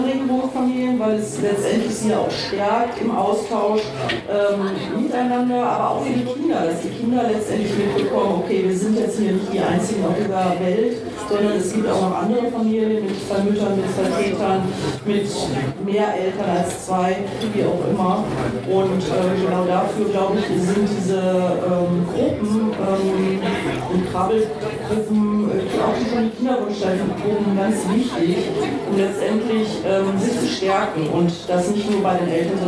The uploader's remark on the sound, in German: Live auf der Bühne.